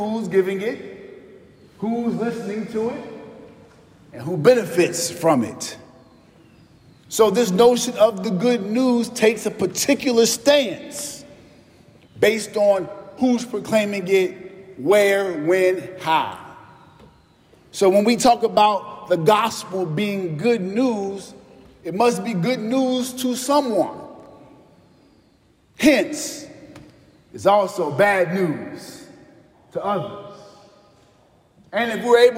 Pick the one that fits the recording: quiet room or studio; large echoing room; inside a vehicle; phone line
large echoing room